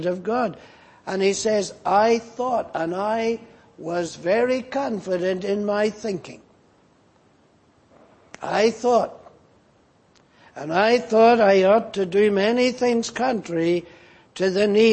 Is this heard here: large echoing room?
yes